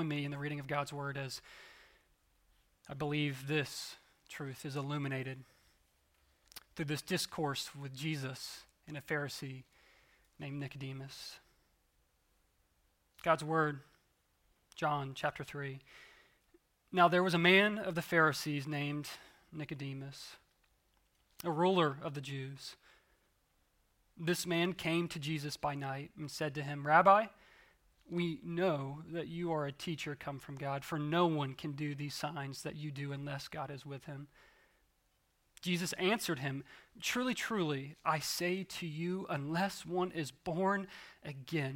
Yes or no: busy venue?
no